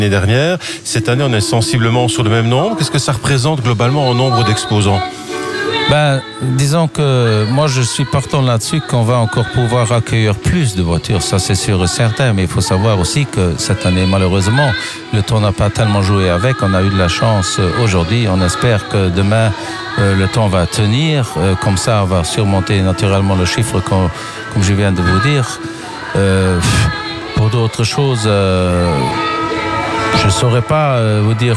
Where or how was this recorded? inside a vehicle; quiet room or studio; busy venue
busy venue